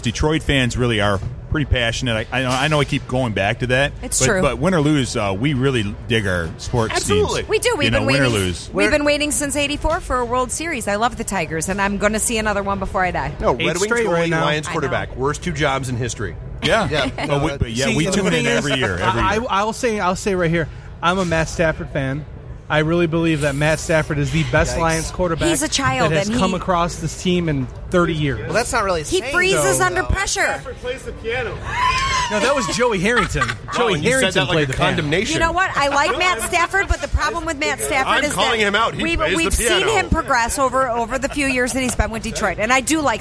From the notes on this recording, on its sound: Podcast Detroit live from Michigan Comic Book Expo